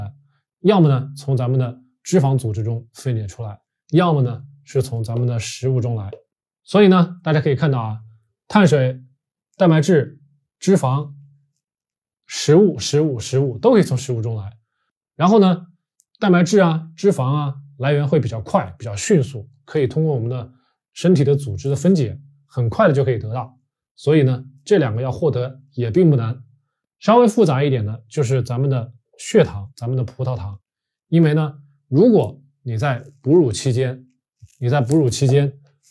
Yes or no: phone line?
no